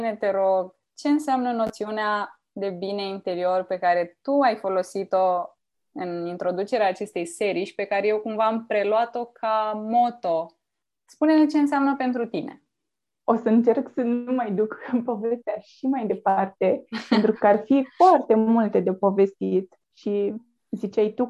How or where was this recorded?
video call